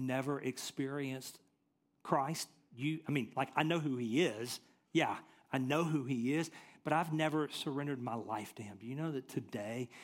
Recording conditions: large echoing room